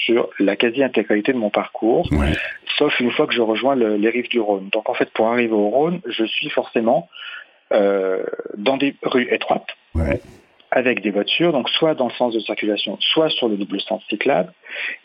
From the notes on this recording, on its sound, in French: Au téléphone